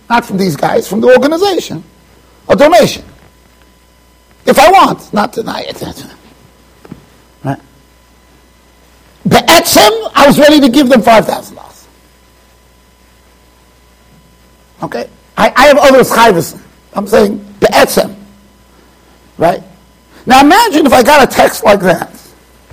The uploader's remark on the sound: Shiur recorded in Yeshivas Ohr Reuven, Monsey NY.